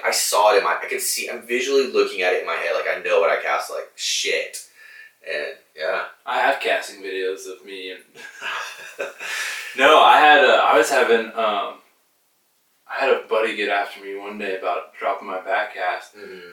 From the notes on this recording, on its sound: I lost the audio files to this podcast and had to use the audio from camera microphones.